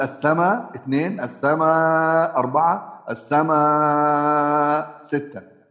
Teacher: فإننا نقرأ بحذف الهمزة مع القصر والتوسط والمد